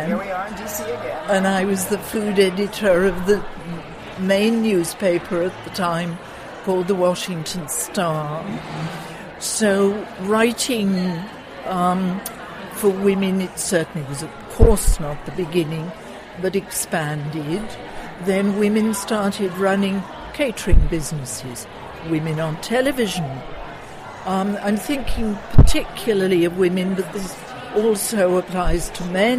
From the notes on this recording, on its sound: Live From the IACP. The recent International Association of Culinary Professionals Conference held in Washington, DC. Live on the scene.